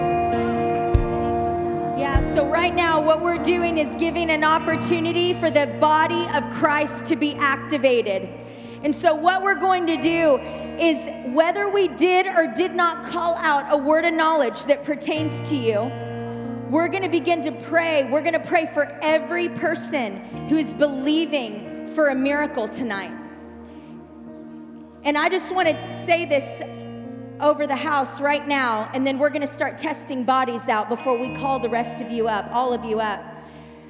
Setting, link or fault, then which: setting, live audience